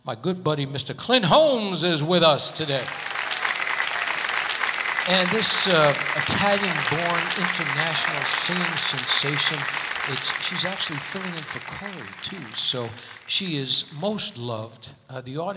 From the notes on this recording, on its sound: Live at the South Point Casino